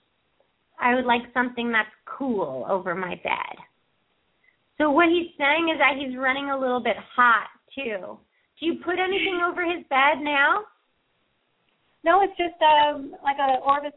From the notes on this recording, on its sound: open up the lines for listeners to call